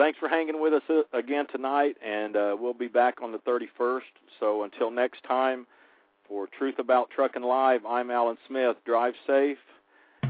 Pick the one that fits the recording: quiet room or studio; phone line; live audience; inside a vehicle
phone line